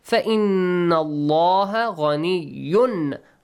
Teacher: وَمَنْ كَفَرَ فَإِنَّ اللَّهَ غَنِيٌّ إظهار. Do not merge or change or hide the sound of tanween here.